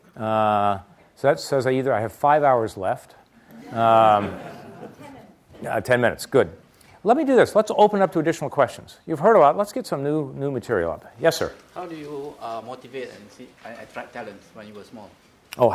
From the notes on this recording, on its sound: a free-form talk guided by audience questions